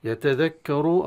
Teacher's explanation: الراء المضمومة نفخمها، أن الراء المضمومة حكم التفخيم